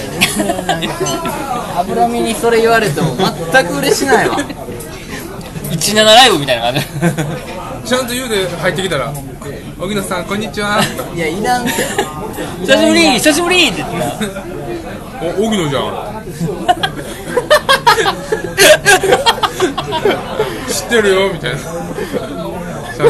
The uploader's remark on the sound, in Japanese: 引き続き焼き鳥屋での収録。音量バランスが崩壊しており。